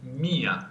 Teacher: mia è appunto con una I accentata, quindi mia, la I è lunga.